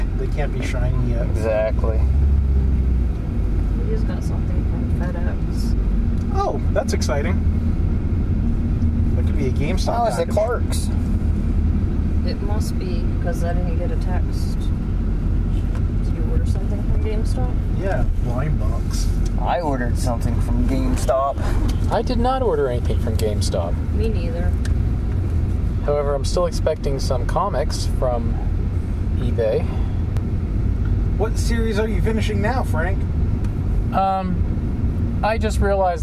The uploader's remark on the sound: This week we record live (from my car) during go fest 2020.